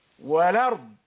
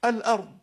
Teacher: أخذ فتحة الهمزة ووضعها على اللام وحذف الهمزة، لم ينطق بها · Shown in: first take · فقال والأرض. · Term: النقل